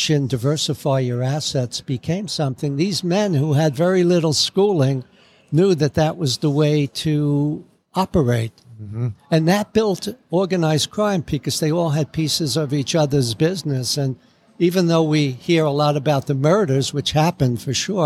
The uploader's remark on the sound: Recording from The Lemon Tree Café & Market in Las Vegas